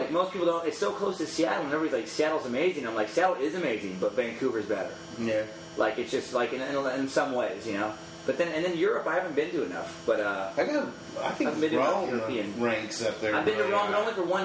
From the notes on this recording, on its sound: This episode was recorded at the Improv Comedy Club in Louisville, Kentucky.